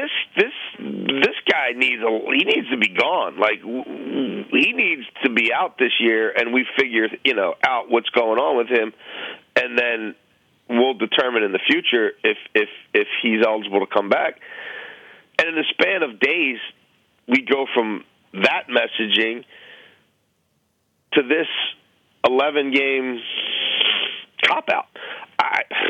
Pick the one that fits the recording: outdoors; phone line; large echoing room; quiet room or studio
phone line